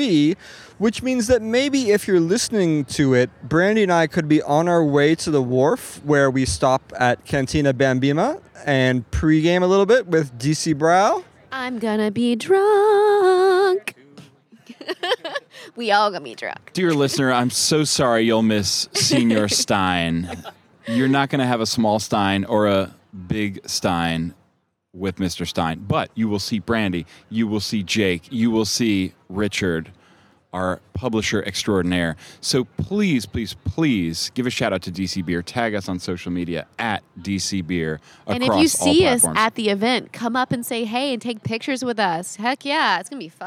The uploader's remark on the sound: The gang comes to you live, in-person, TOGETHER from The Dew Drop Inn. The gang comes to you live, in-person, TOGETHER from The Dew Drop Inn , the site of the historic Chocolate City Brewing Company, the first black-owned brewery in D.C.